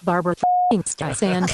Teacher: the last syllable should be pronounced with an S, not a Z.